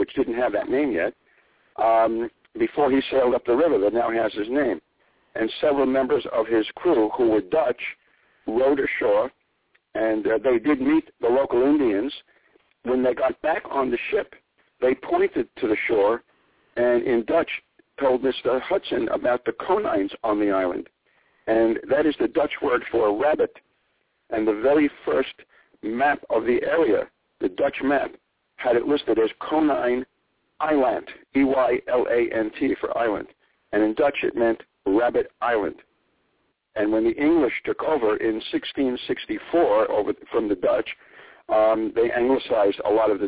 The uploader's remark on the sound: calls in this evening